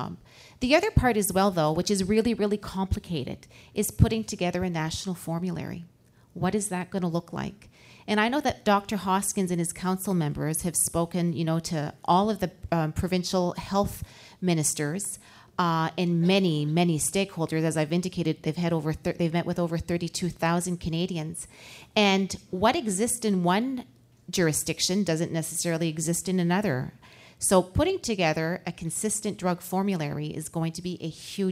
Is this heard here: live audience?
yes